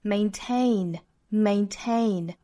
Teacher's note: 如果说不强调的话呢，重读应该是在后面的部分啊。